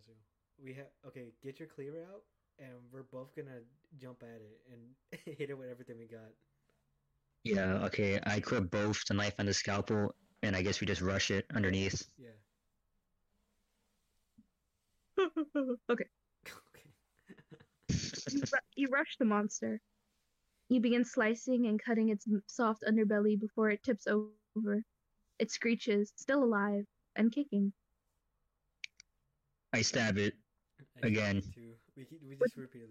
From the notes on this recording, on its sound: Sorry for crappy audio.